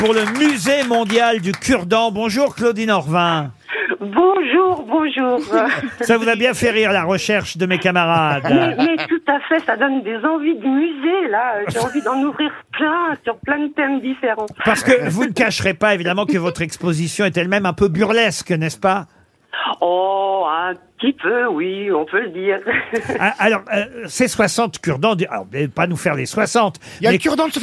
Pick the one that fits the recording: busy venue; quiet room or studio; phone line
phone line